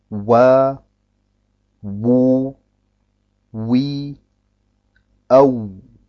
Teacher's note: Dieses Waw entsteht aus beiden Lippen zusammen und hört sich in seinen Variationen folgendermaßen an. · Term: Al-Waw